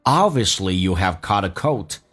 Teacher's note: Caught 跟 a 有连音叫 caught。T 浊化一下，同时 you have 不被强调，用降调来读